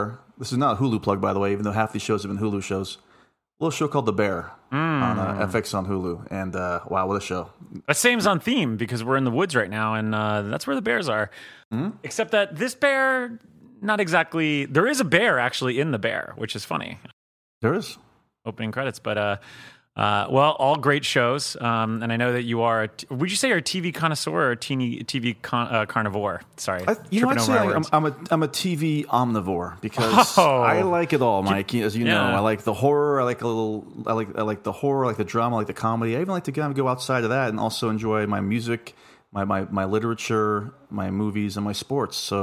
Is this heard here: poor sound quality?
no